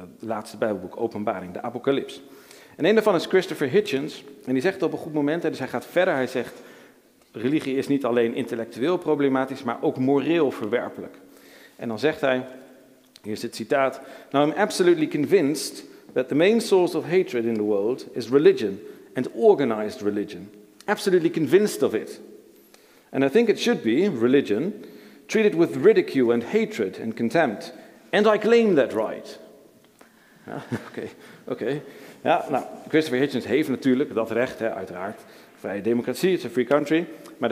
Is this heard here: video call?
no